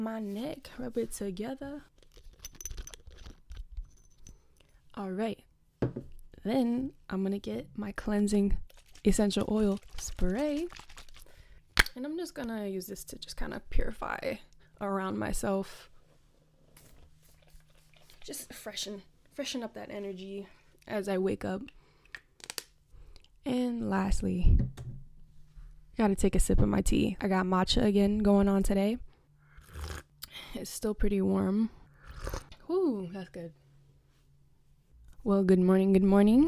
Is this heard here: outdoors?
no